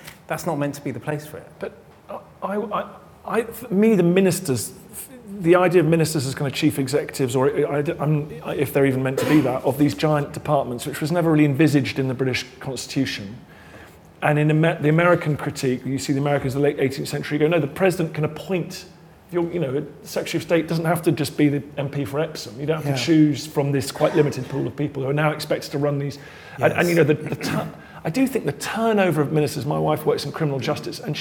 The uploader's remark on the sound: Live at the IfG Conference 2023. In a special live edition.